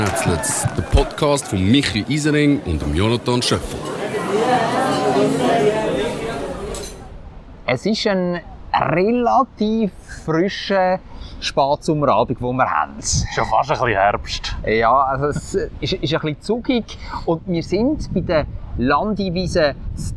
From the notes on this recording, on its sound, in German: Live vom Theater Spektakel. Am Theater Spektakel auf der Landiwiese am Zürichsee probiert. In einer Live-Folge.